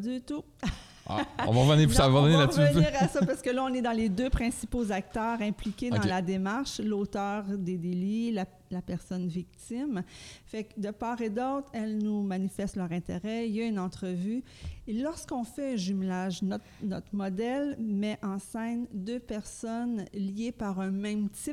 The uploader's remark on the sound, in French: Le podcast a été enregistré en octobre 2021 à la microbrasserie Le Boquébière au 50, rue Wellington Nord à Sherbrooke.